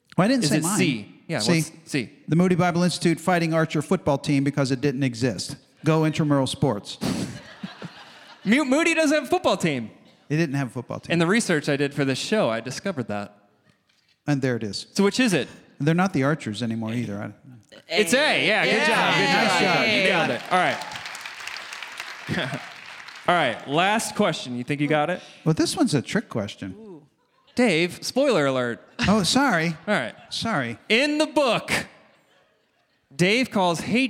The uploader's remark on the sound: recorded in front of a live audience!